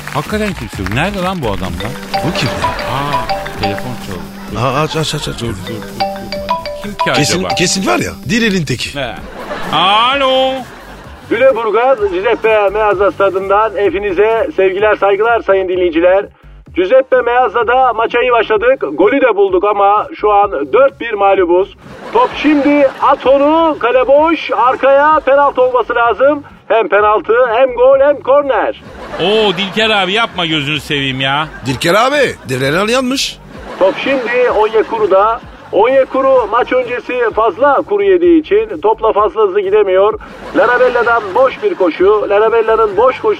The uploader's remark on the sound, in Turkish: telefon görüşmesi